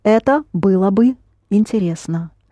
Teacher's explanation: So you pronounce было бы as if it were one word, but there are two.